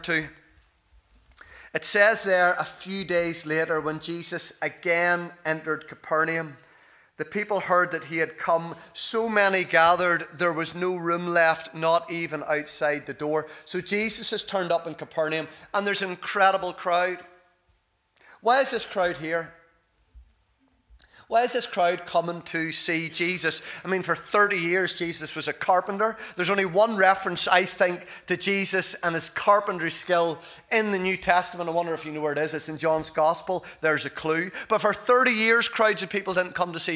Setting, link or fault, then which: setting, large echoing room